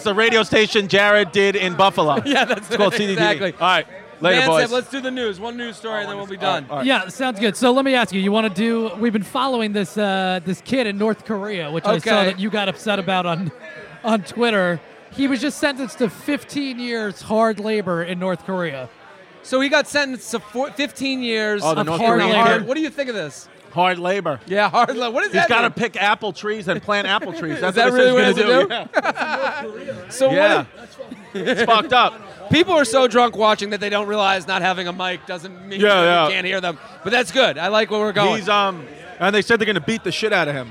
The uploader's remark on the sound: comes LIVE from Hair Of The Dog